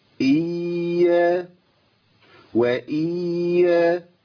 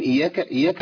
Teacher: الياء المشددة لابد من بيان اليائين. · Shown in: first take